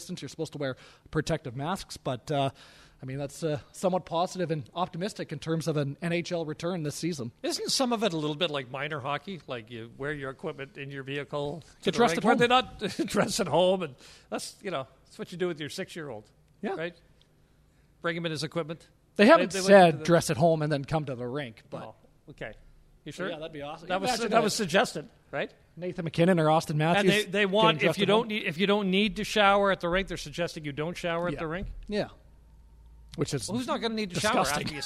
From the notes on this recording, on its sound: broadcast live from Wendel Clark's Pub and Grill in Saskatoon